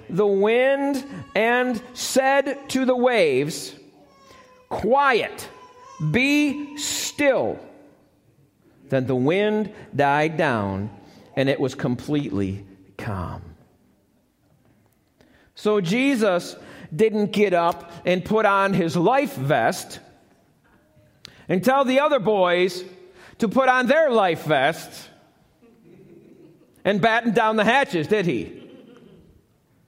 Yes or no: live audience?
yes